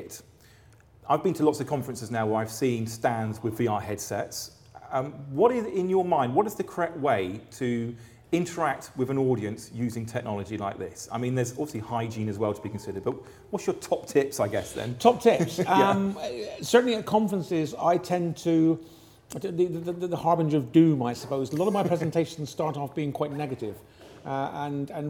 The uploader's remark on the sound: at the Medifest Plymouth Conference